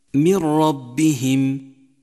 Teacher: أدغمت النون بحرف الراء وشدد حرف الراء وانتفت الغنة نهائيا: من ربهم. وكذلك الحال في قوله تعالى: عيشة راضية، جاء التنوين وبعده حرف الراء، أدغم التنوين في حرف الراء وشدد حرف الراء وانتفت الغنة نهائيا: عيشة راضية. · Term: الإدغام بلا غنة